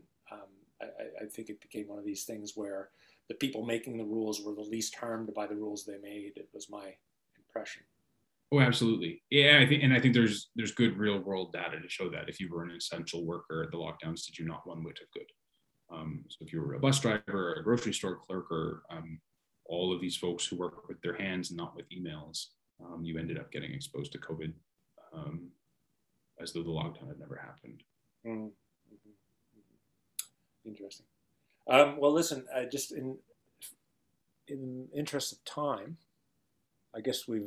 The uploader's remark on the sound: Apologies for sound quality or editing glitches, but I’m doing this on my own and am definitely an amateur. I plan to get a better microphone so that you can hear me better, as I realize the sound quality is thus far not the best.